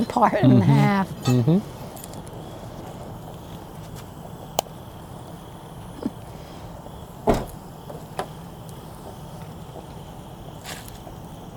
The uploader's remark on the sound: Fireside chat from Yogi Bear’s Campground Pigeon Forge